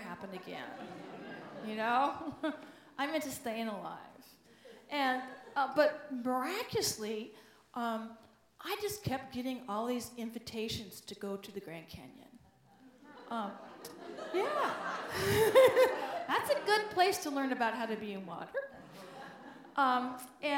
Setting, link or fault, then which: setting, live audience